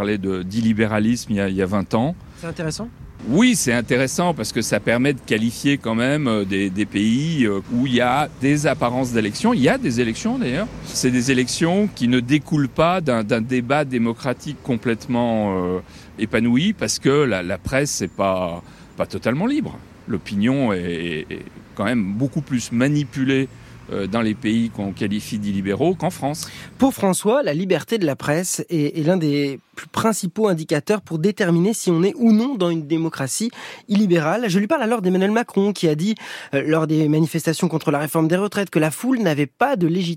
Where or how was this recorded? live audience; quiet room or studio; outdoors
outdoors